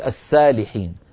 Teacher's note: الصاد إن ترققت صارت سينا · Term: ترقيق الصاد